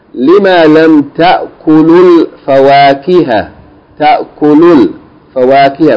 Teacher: If you join it together, you pronounce the long vowel short.